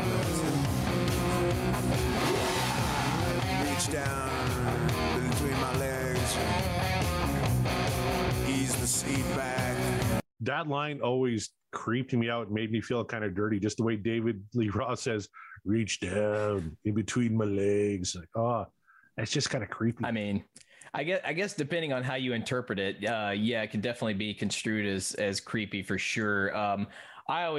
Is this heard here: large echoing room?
no